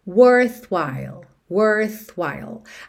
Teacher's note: o som dessa palavra termina com L, língua lá no céu da boca